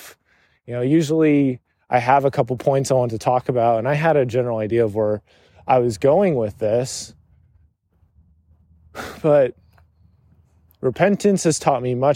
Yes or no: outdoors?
yes